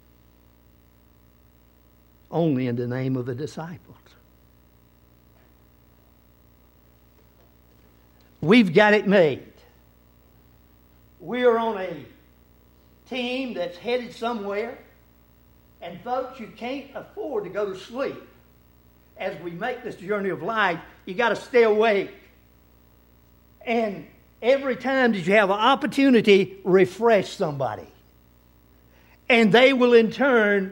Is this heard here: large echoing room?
yes